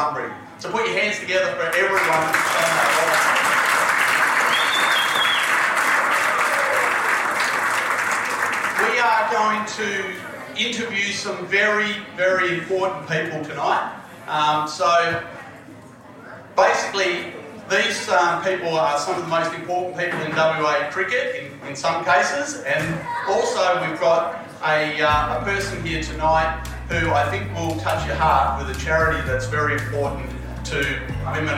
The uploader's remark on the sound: On the evening of day 1 of the Carnival, an event was held pitched simply as "Be Inspired", where players and officials from all the competing teams joined up for a meal. This episode of Out on the Paddock, is a live recording from this event.